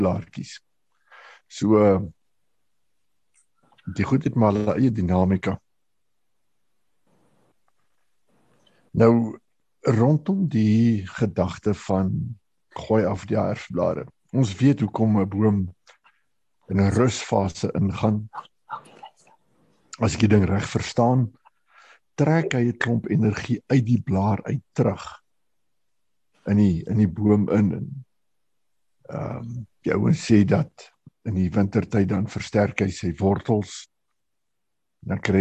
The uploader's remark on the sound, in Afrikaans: Manne van die Woord Zoom Byeenkoms 12 Mei 2022